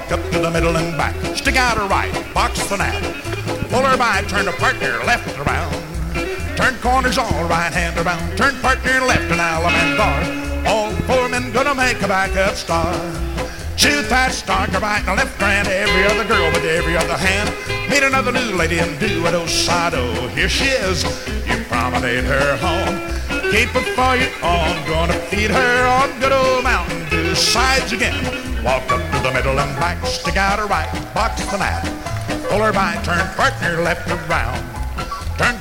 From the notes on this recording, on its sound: Track six, record one from the 1964 Blue Star Jubilee Square Dance held in the Sam Houston Auditorium.